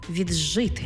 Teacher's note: Тобто пишемо «солодший», а вимовляємо «солодший». «Ди» плюс «жи» утворюється звук «дж».